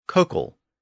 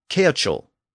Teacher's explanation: In Old English, the K sound at the end shifted to a CH sound, which was one of those standard Old English sound shifts.